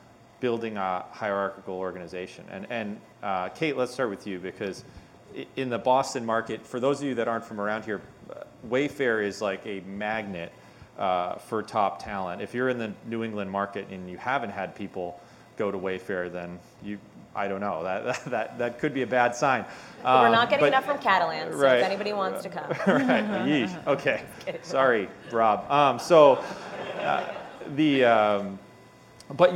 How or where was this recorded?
live audience